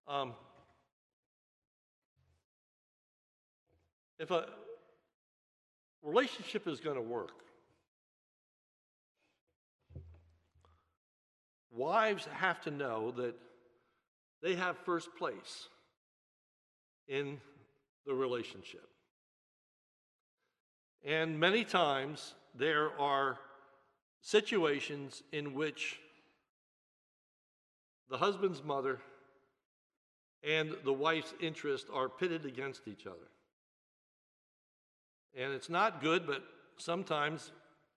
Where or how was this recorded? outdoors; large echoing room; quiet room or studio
large echoing room